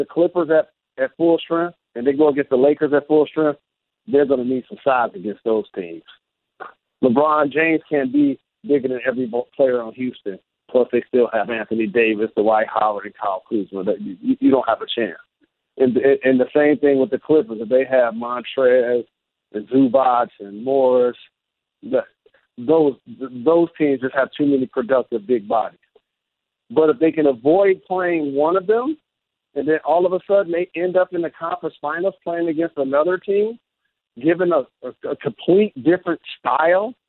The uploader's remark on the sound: NBA Conference Call